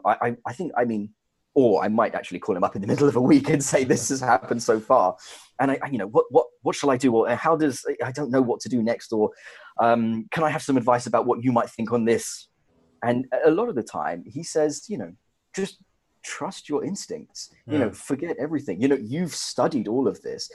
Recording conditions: video call